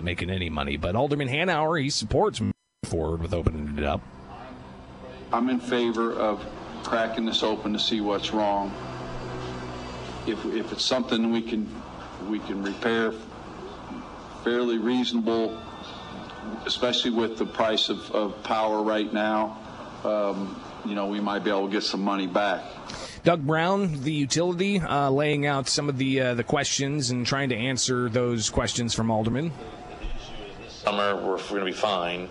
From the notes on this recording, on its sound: Live from the Illinois State Fair